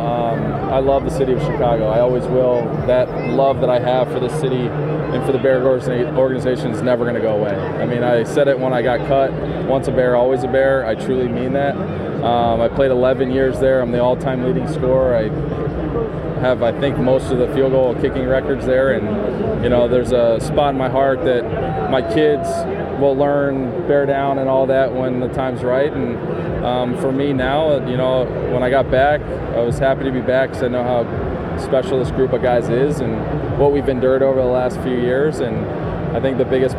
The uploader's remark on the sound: Live from Radio Row in Miami for Super Bowl LIV